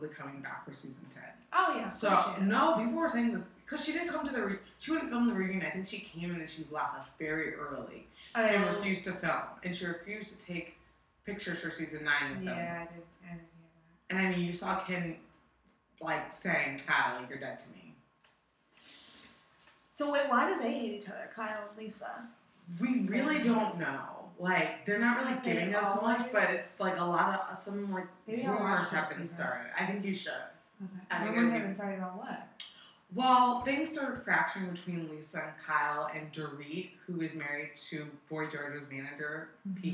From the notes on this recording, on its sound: Technical difficulties to say the least but we got her done.